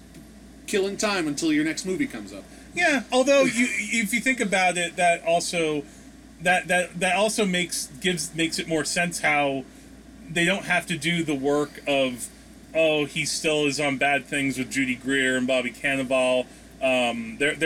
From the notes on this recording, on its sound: Forgive the audio background noise, we need air conditioning in this furnace of a climate.